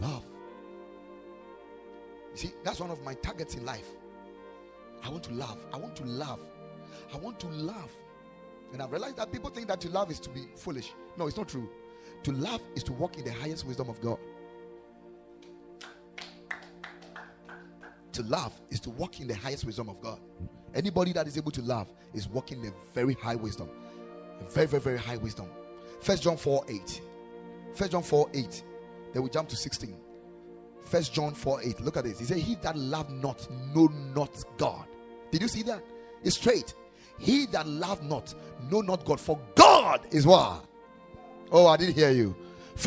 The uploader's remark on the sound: Preached at the Ekklesia Chapel